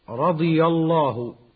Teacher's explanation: رضي الله، قلقلة في الدال الساكنة مائلة إلى الفتح، رضي الله تفخيم لام لفظ الجلالة لوقوعه بعد فتح